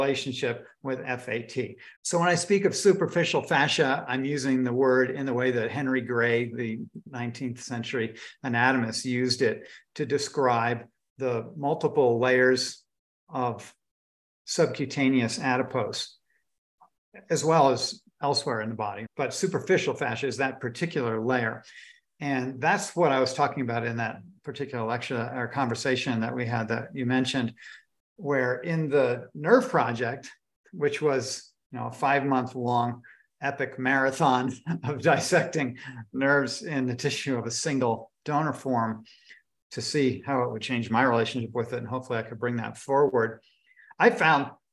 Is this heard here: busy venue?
no